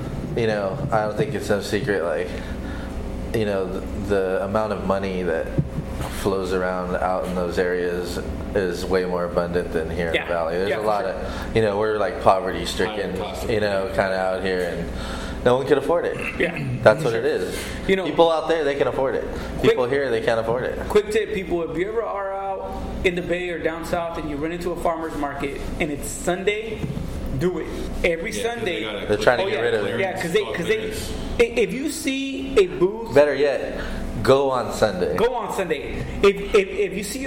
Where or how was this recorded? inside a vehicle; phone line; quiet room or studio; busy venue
busy venue